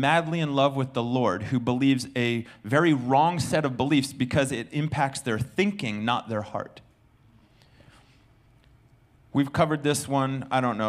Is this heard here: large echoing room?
yes